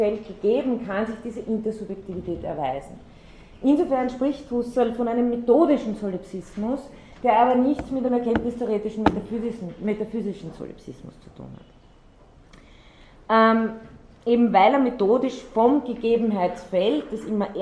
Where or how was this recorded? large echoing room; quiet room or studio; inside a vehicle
large echoing room